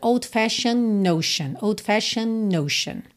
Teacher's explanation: E o D pode ou não ser pronunciado, a depender de uma série de coisas, mas aqui, como a gente tem o N antes do E e outro N já na próxima palavra, a gente acaba juntando no N e ignora o D